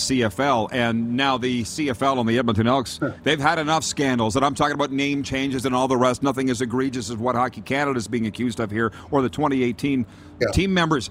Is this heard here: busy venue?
yes